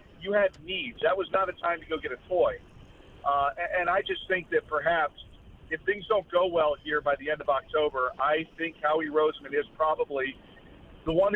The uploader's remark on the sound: Live on the Boardwalk in Ocean City, NJ at All Campus. Every Sunday we broadcast Live on the Boardwalk in OCNJ at All Campus.